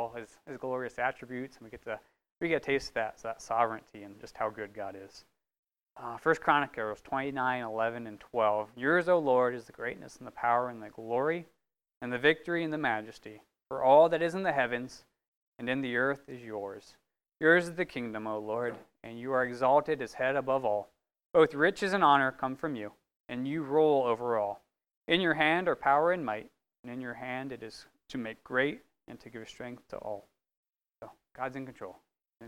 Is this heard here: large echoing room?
yes